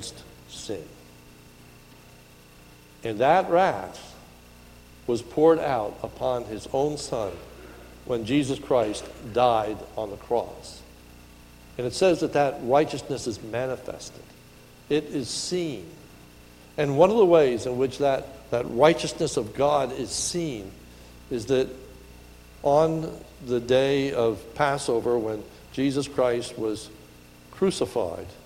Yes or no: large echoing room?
yes